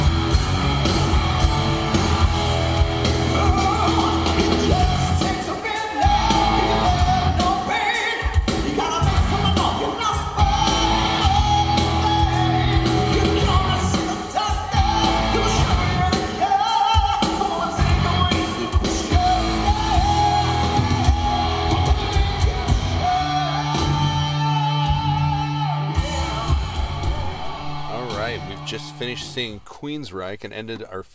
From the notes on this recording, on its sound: Record live from the 10th annual Rocktemberfest in Hinckley, Minnesota! They chat with concert goers.